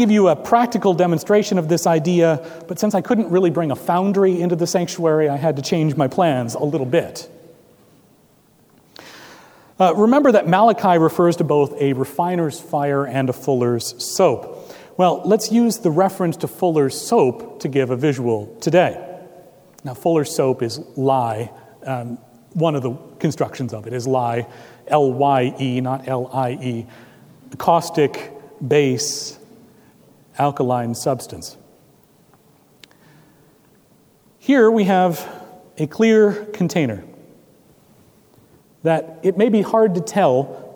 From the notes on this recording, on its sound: at Trinity Presbyterian Church in Bixby, Okla.